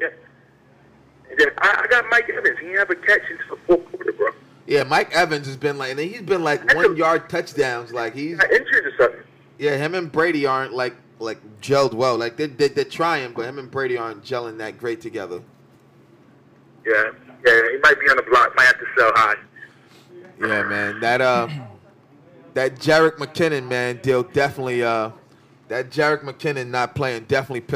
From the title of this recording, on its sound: GMB 10/28/2020 Phone Call